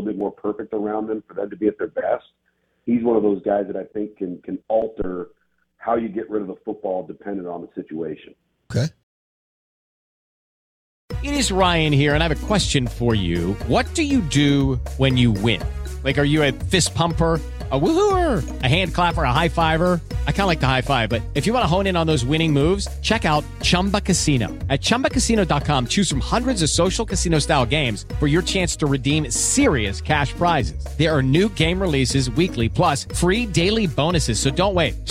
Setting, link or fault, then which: link, phone line